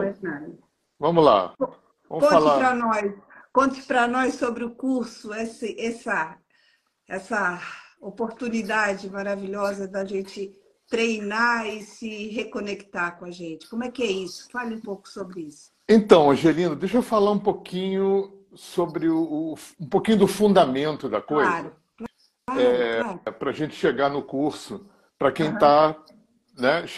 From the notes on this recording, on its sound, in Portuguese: Live no Instagram